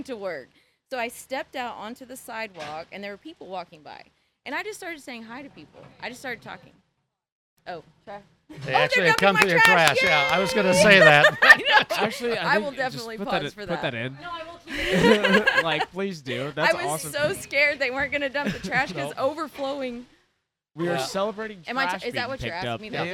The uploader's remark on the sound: take the podcast on the road and travel to the famous Curty Shack on the Washington Strip in Stillwater